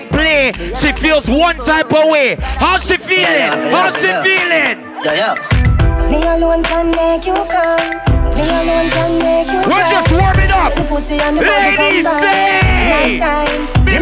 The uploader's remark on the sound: Live Audio from the Youngest & Baddest Duo at "WUK U" !